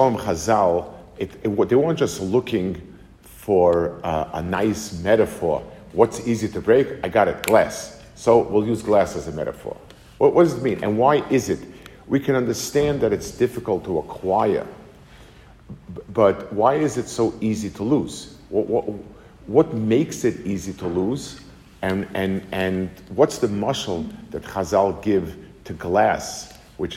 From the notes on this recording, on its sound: Delivered to the Kollel in Atlanta, GA